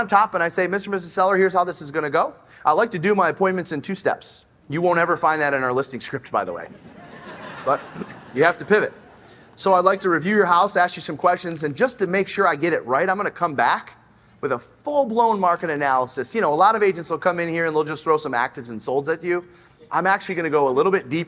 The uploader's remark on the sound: Join us live on stage. Every year, the Glover U audience has the opportunity to "stump the chump".